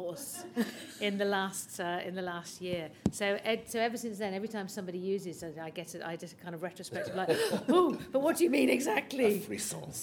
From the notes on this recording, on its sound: Maestro, Live! from the Battle of Ideas. A very special episode, live from the Battle of Ideas. In this first ever live episode of Performance Anxiety.